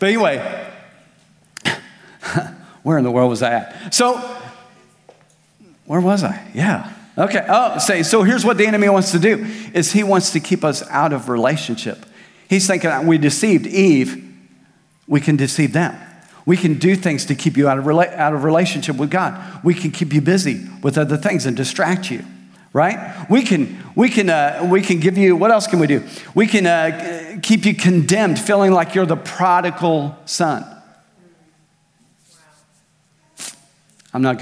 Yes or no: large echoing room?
yes